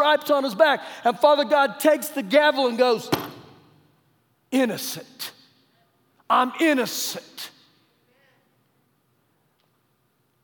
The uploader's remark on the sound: Recorded live during our Wednesday night service